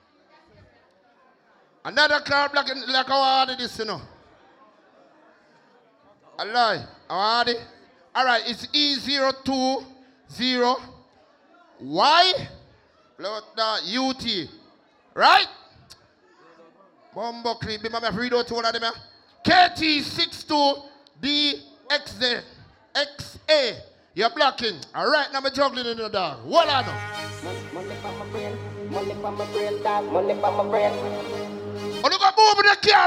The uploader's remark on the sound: LIVE AT GOVERNMENT BIMMA PARTY 26TH DEC 2021